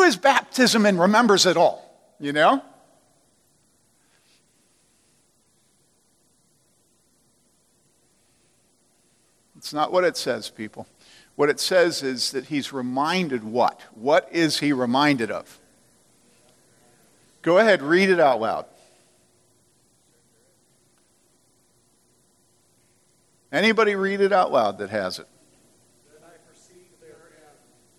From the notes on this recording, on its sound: From the Summer 2015 Clearnote Conference.